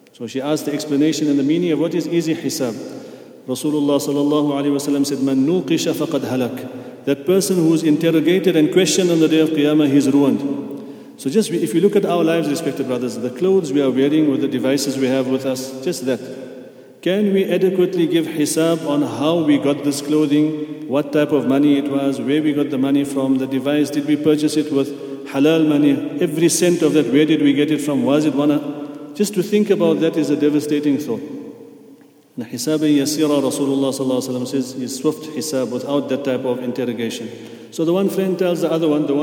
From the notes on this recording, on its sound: at the Houghton Masjid (West Street)